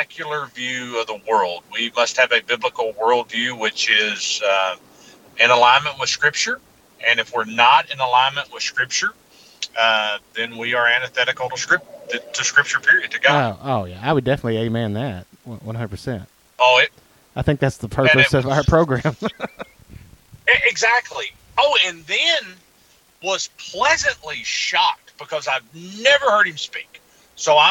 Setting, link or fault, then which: link, phone line